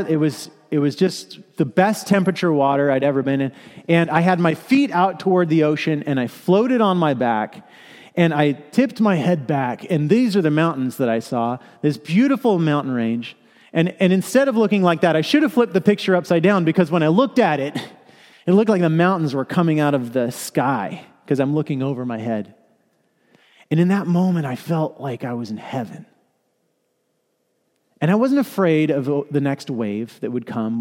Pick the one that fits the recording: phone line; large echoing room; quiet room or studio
large echoing room